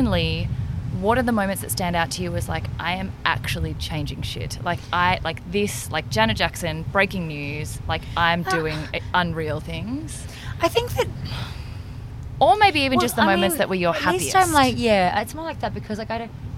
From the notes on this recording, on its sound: Enjoying the soothing sounds of the Caribbean ocean that we left in for your enjoyment, so there’s lots of random chatter and giggles.